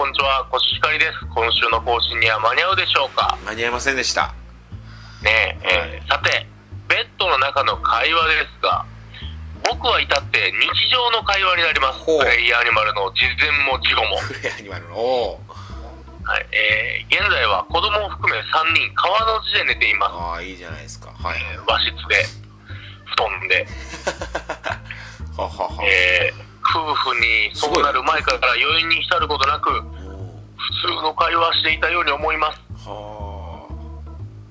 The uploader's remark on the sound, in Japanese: アイフォーンでの電話収録